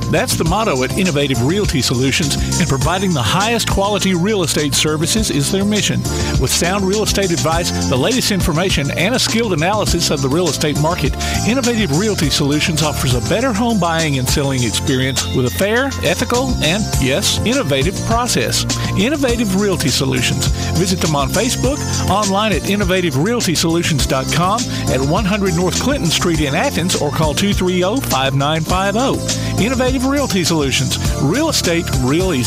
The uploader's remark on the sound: Live at Lucy's BARge for Cornhole for a Cure